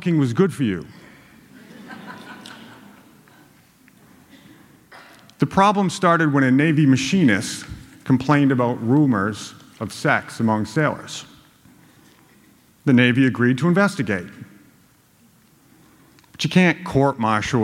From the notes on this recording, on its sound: a storytelling event put on by the Globe at a theater in downtown Boston